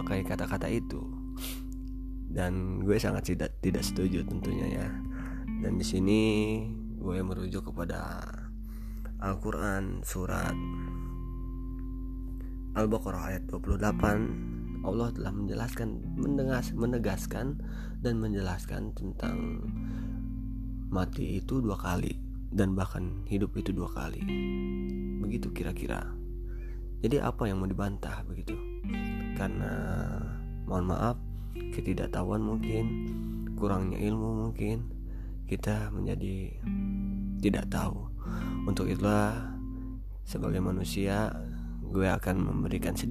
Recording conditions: background noise